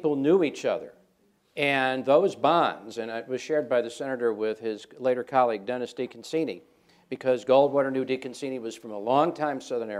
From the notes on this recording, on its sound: At a panel co-presented by Arizona State University